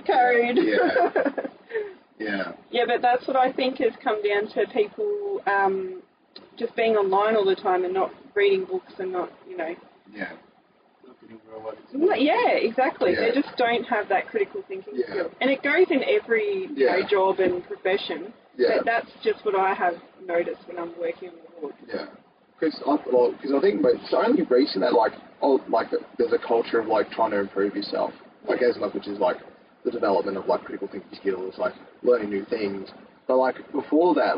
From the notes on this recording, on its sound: Sorry about the audio but the studio is a shed and the air con was needed.